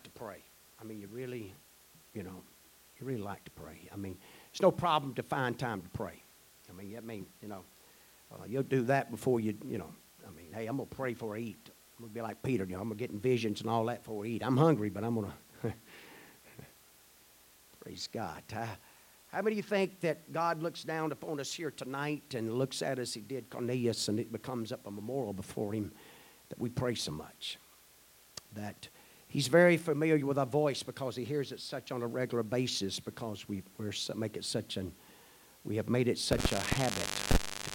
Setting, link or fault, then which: setting, large echoing room